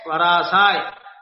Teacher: Va is Hraswa, it is Laghu. Ra and Sa are Dirghas, they are Guru. So, Laghu, Guru, Guru is Yagana.